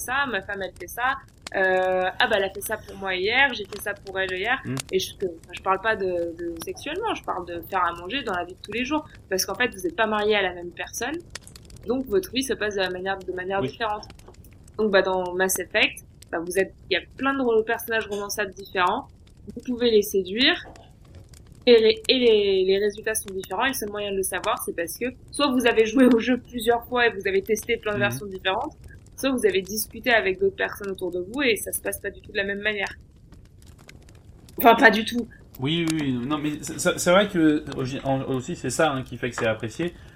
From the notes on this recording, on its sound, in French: La qualité du son sera peut-être inferieur a celle des épisodes précédents, toutes nos excuses pour la gêne occasionnée.